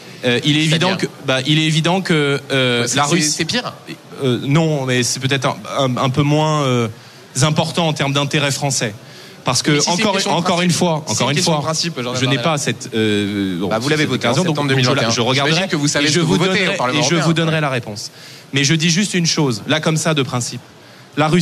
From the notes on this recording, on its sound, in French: en direct et en public